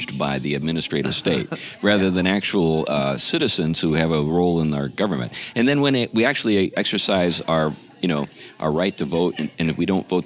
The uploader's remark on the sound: they're at one of their favorite places, Old Town Burger in Battle Ground, Washington